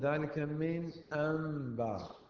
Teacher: بعضهم يقول من أنبا، هذا خطأ، من أنبا. النون لا تدغم في حروف الحلق · Term: إظهار